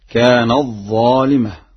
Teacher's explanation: قرأها ورش بإدغام التاء في الظاء